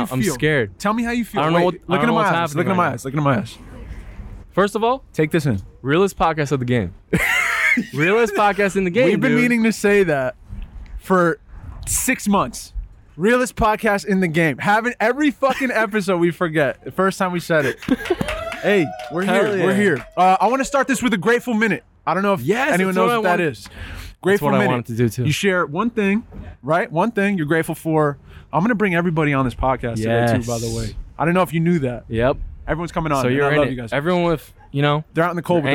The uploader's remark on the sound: We are LIVE from The West in Williamsburg, Brooklyn on a special and chilly night. We bring on your favorite live guests from this past year and just have a very intimate, lovely time.